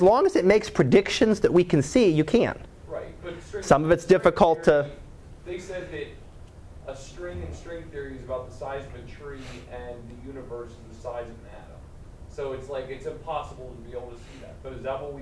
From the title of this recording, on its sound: Live Class Lecture